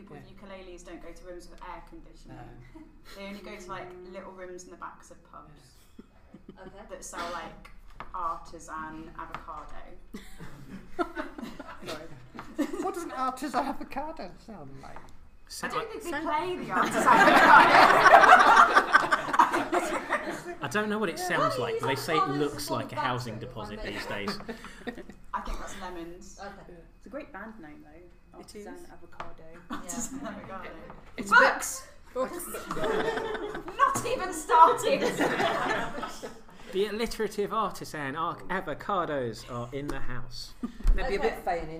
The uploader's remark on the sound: Live at Edge Lit 2018